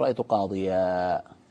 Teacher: عندما تقف تقلب هذا التنوين تنوين النصب إلى ألف